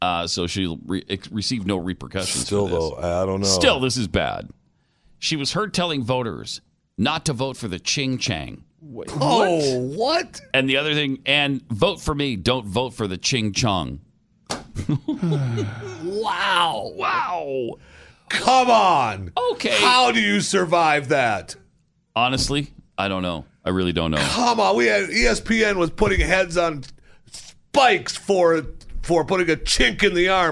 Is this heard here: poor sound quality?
no